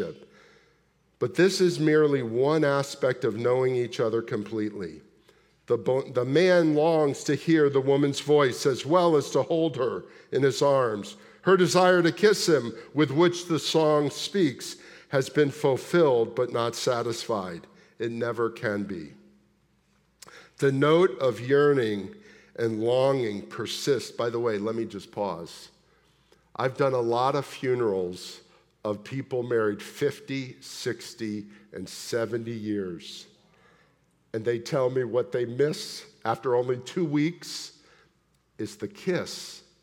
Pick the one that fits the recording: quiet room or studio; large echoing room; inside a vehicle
large echoing room